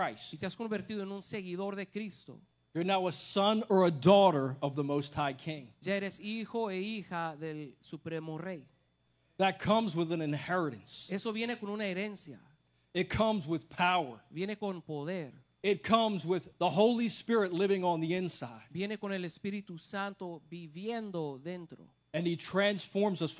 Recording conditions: large echoing room